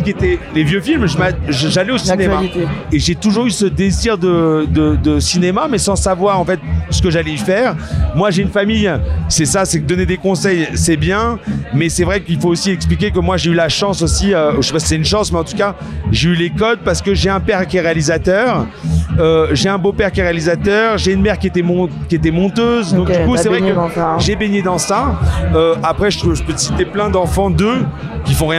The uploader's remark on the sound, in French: En pleine contre-soirée au festival de l'Alpe d'Huez. Il était 2h du matin.